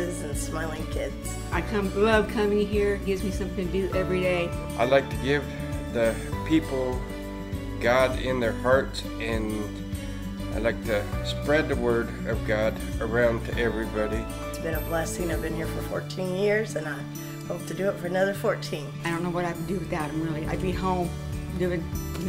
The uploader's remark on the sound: This message was recorded on March 26, 2023, at Gateway Church in Richmond, Indiana.